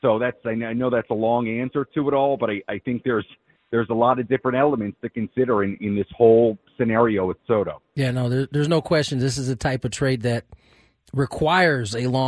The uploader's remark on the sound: took some phone calls